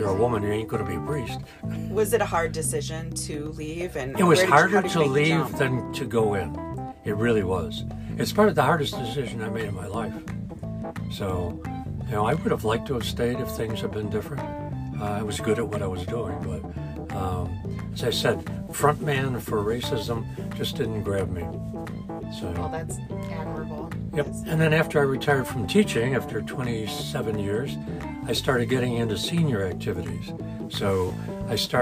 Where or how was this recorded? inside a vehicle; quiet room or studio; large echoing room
inside a vehicle